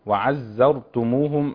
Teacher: حافظ على صفة الزاي الصفير فيها